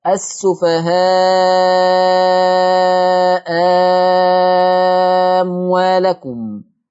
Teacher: أبدلت الهمزة الثانية بألف مادية · Term: الإبدال